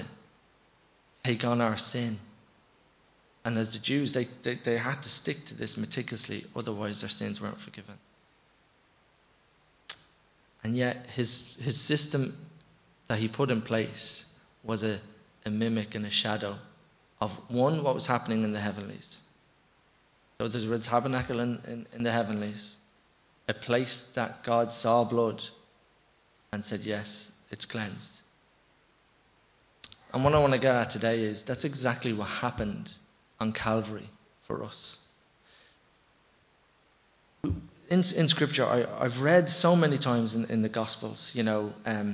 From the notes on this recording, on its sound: Recorded live in Liberty Church.